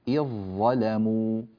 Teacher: والذال تذهب بالكلية ويصير النطق بظاء مشددة